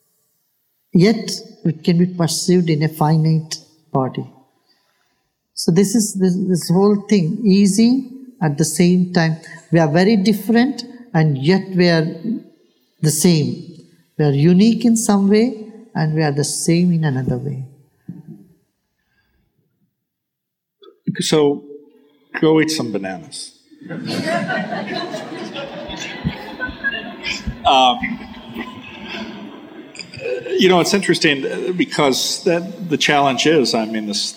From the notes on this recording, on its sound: he takes questions from the audience